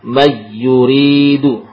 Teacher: ke dalam ya dan wawu tanpa gunah jadi me istilahnya apa memurnikan suara dari lisan dan bibir ya tidak menyertakan khayshum